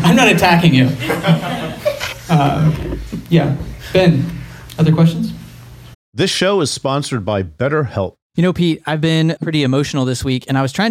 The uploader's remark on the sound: LIVE From Penn State University. To record an episode of The Bible for Normal People in front of a live audience.